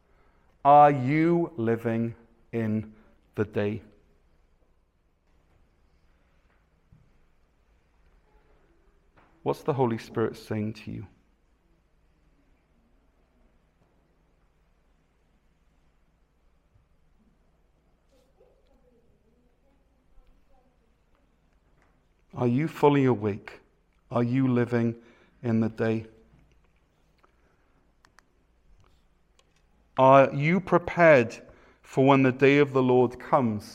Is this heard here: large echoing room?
yes